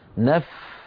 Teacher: فنعطي الفاء حقها من الرخاوة يعني جريان الصوت، وحقها من الهمس يعني جريان النفس. الرخاوة والهمس، جريان الصوت وجريان النفس، عندئذ تظهر الفاء للسمع.